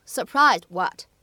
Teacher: surprised 和 what 放在一起呢，当中会有一个类似于不完全爆破的处理